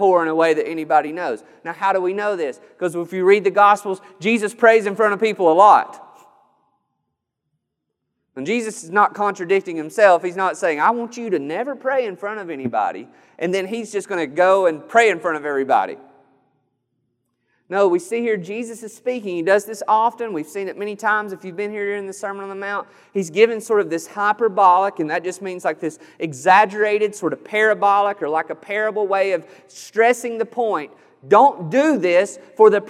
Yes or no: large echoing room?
yes